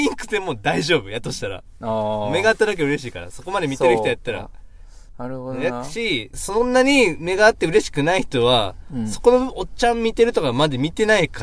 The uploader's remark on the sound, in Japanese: スタジオを飛び出しての収録～！機材車 ではなくディレクターの車で収録しました。（サヌキロックの会場にて）。